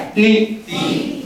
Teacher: تي لما يطلع فيها الهواء تبقى همست. الحرف ده لا يظهر على اي حرف لا يظهر عليه الهمس الا عند السكون.